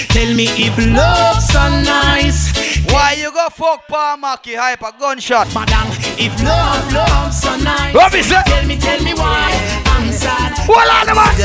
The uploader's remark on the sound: Live from the Blue Caribbean in Baltimore